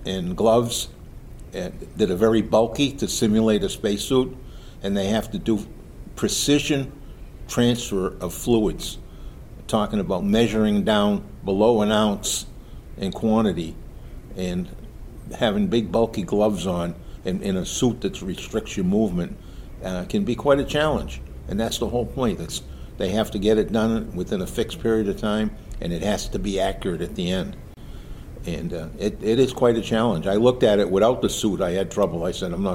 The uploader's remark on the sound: Live! from the 2023 Aerospace Maintenance Competition